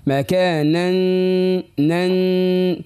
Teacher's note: ولا الصوت من الفم، هو الصوت من الخشم